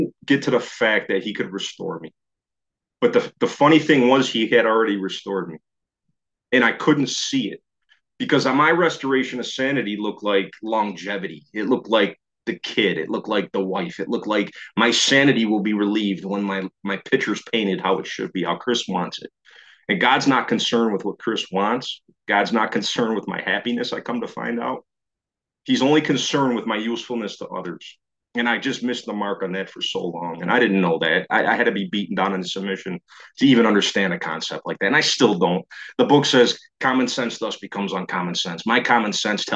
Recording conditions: video call